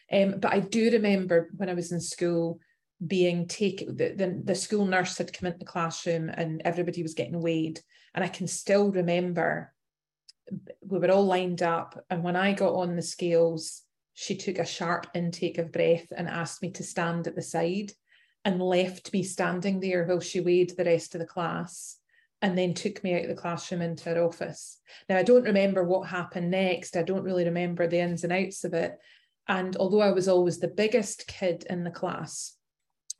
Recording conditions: video call